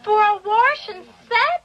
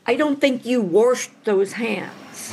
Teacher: For people who live in some parts of the country, Warsh is how you might say wash. For this week's installment of Word of the Week, our series on the origins and evolution of words, we look at this particular pronunciation.